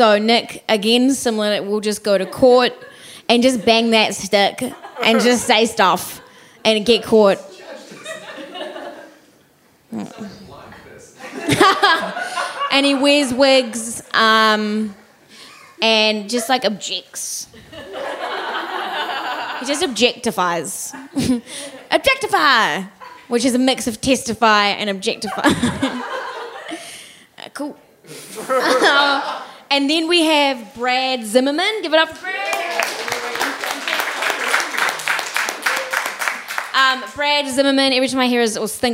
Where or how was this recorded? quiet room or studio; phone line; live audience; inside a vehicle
live audience